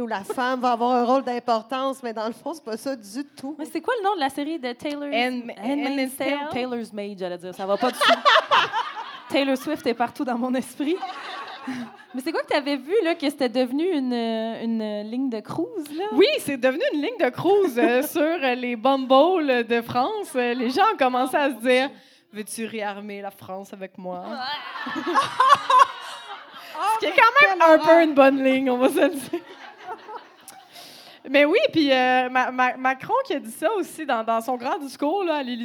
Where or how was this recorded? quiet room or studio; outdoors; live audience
live audience